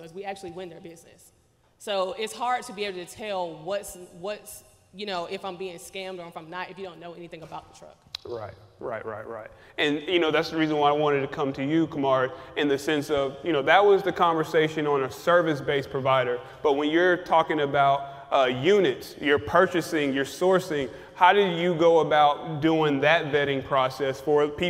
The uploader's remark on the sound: Live on location in Houston, TX at second annual Truck N' Hustle FreightFest we bring you a must watch panel.